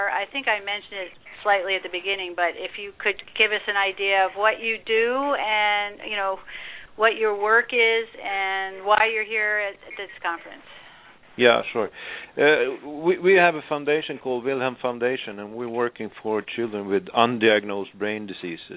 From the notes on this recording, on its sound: This show is an opportunity for listeners to call